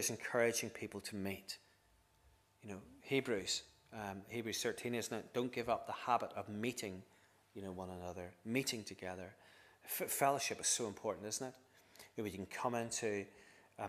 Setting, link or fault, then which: setting, large echoing room